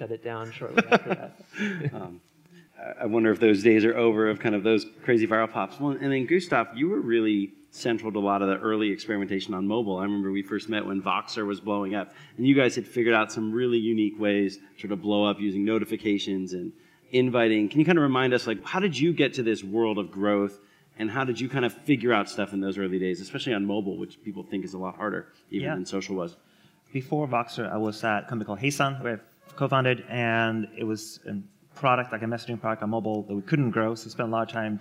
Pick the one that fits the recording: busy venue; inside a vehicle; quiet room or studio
busy venue